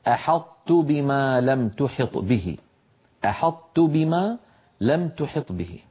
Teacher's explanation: الطاء مطبقة مستعلية بخلاف التاء التي بعدها فهي مستفلة منفتحة؟ فالطاء القوية يصعب أن تدخل في التاء الضعيفة.